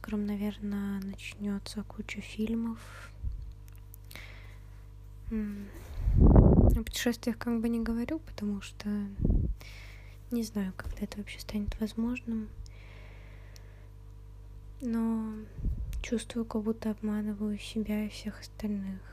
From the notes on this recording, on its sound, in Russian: Сегодня какое-то тяжелое дыхание. Соре за шумы.